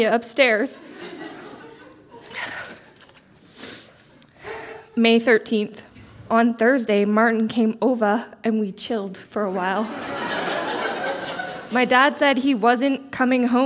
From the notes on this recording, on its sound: Recorded live at The Walper Hotel in Kitchener.